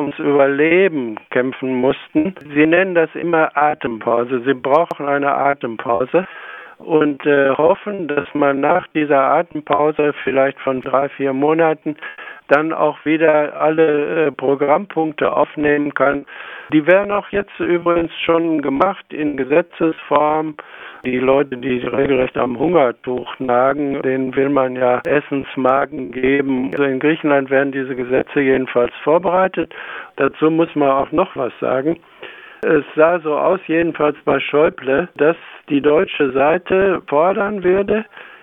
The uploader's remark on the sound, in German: Audioqualität der Telefonleitung leider mittelgut!